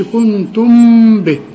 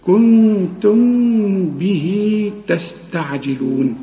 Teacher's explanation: لسانك، وفي هنا ميم، كل ميم في القران يجي بعديها ب، الميم بتكون ساكنه بدون تشكيل تخفيها، ما تستعملش شفايفك وتضمها · Shown in: second take